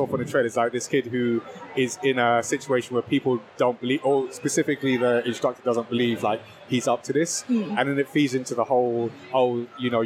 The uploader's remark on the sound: This week's episode is a rewind of our livestream adventures at the Insomnia 71 festival in September 2023! Recorded live from the show floor with a variety of guests.